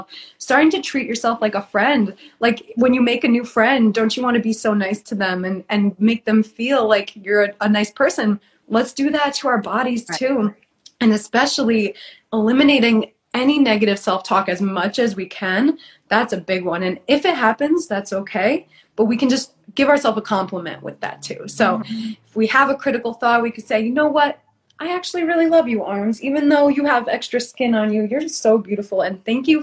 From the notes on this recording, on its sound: on Instagram live